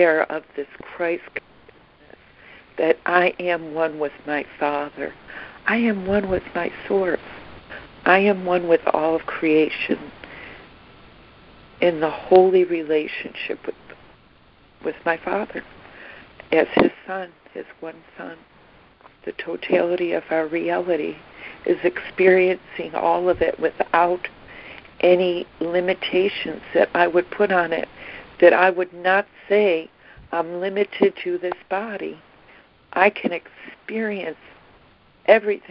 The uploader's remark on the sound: ACIM Daily Conference Call